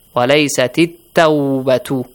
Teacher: Hamzatul Wasl will be skipped. Lam will be skipped because the ta is a sun letter right after the letter la.